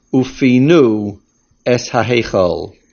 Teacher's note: Make sure that you pronounce the word ufinu, milra, on the last syllable. The shorish of this word is pei nun hei, ponoi, and the main accent is on the ayin hapoyal, the middle root letter, which is the nun.